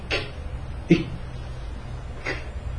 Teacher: مهموسة توقفية، لأنه بنحبس الصوت في مخرجه